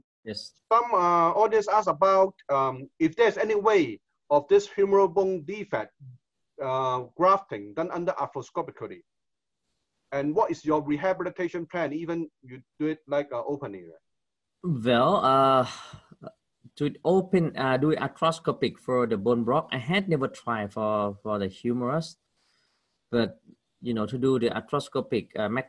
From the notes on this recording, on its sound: In this ISAKOS Webinar Audio Replay we revisit the ISAKOS Webinar in collaboration with APKASS.